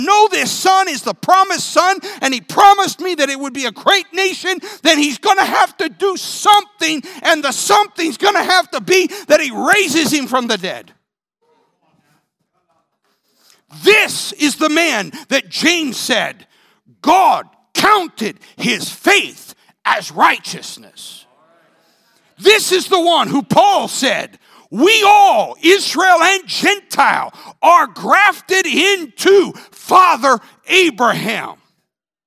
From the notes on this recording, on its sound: This sermon was recorded live on January 9th, 2022 at Newark United Pentecostal Church